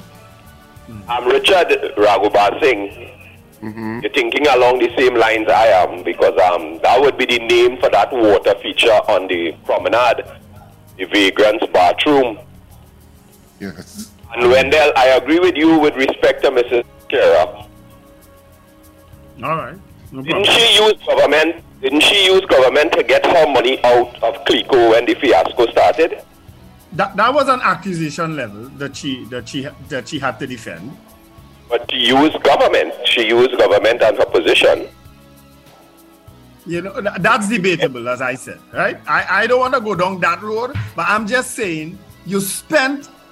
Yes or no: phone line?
yes